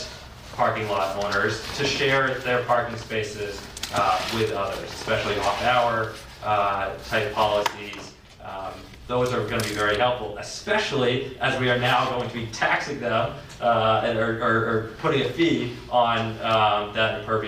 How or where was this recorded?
large echoing room